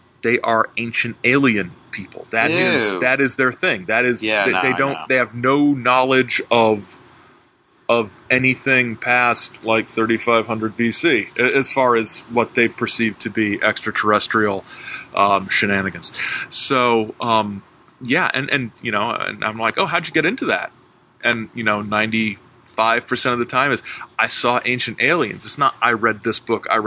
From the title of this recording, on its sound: on a Rooftop at Midnight